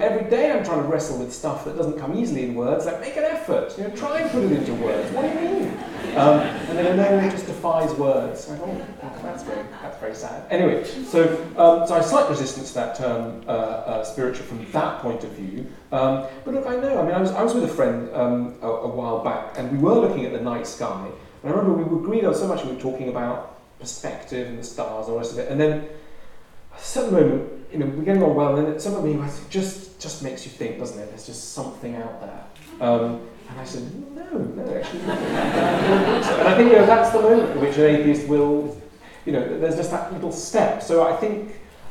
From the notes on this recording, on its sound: as part of the Words and Ideas events at the Norfolk & Norwich Festival